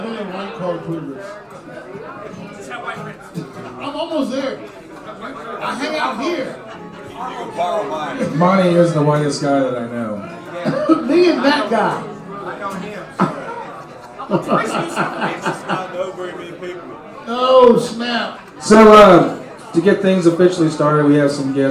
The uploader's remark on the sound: Live from Rebar at the Damn Show. Recorded at Rebar at the Dam.